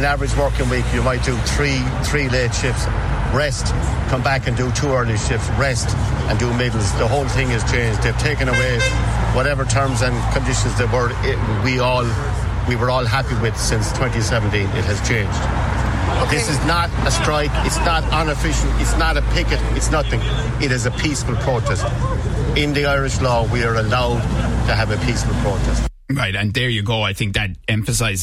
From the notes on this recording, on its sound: Bus Eireann workers stage protest in Limerick. Live from the Bus Eireann protest in Limerick City.